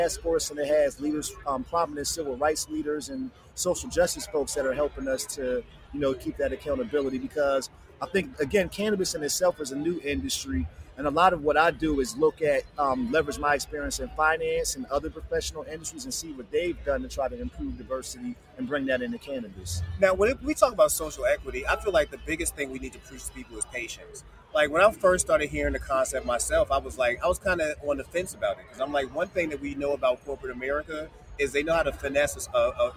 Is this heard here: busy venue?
yes